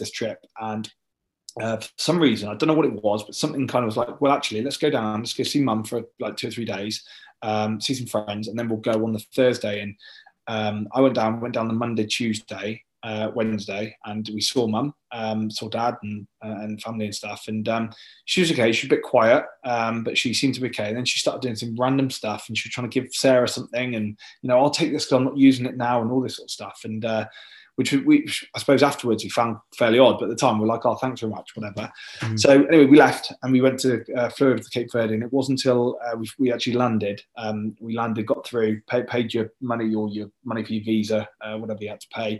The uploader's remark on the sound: This was recorded virtually so a few technical glitches can get thrown in!